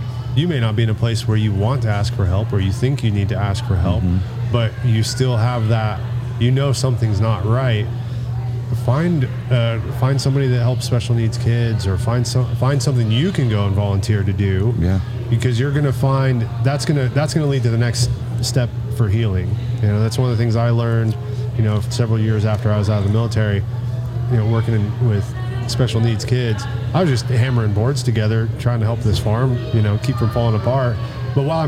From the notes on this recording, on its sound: Taped at Line Creek Brewing Co., Fayetteville, GA